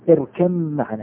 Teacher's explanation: لا توجد مطلقا، لا يستطيع أحد أن يقول أن هنا باء إلا كتابة، أما لفظا ونطقا وسماعا فلا توجد باء بالمرة · Term: الإدغام الكامل